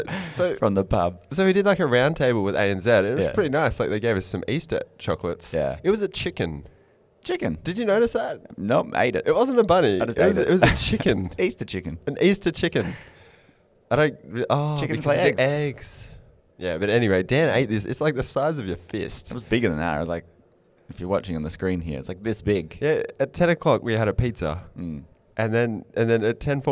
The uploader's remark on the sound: Live From Accountex